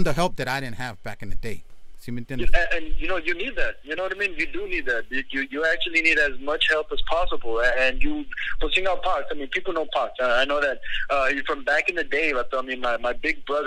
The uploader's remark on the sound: Phone interview.